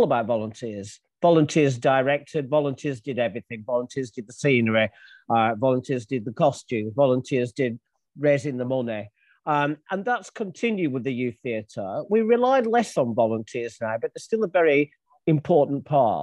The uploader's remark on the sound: Our People Event. Join us once again for a captivating live episode, recorded on Zoom and exclusively available on this Podcast. This live episode was recorded on Zoom, allowing for an immersive and interactive experience.